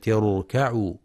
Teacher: وفي قوله سبحانه وإذا قيل لهم اركعوا لا يركعون ينتبه القارئ لتحقيق ضم الميم لهم في وإذا قيل لهم اركعوا، وينتبه لترقيق الكاف في كلمة اركعوا وكلمة لا يركعون فلا يقرأ اركعوا بتفخيم الكاف حتى تقرب من القاف